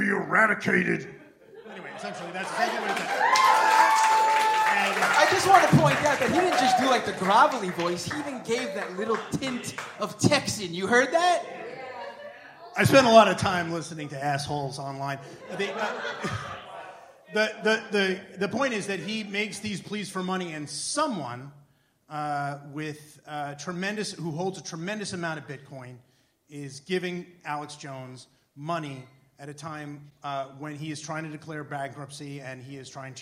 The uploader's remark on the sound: Scam Economy LIVE in Brooklyn. LIVE episode of Scam Economy as part of the Digital Void Festival: Brooklyn on May 26 at Littlefield's.